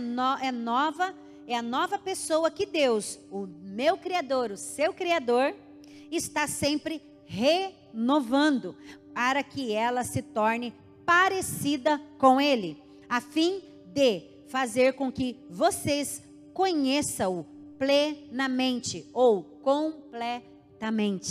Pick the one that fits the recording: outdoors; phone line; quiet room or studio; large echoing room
large echoing room